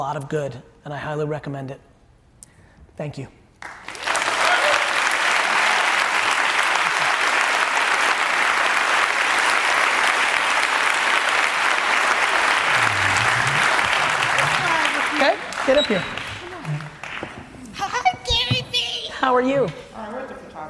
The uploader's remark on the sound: Event Planner Expo Keynote. The Event Planner Keynote I gave here in NYC.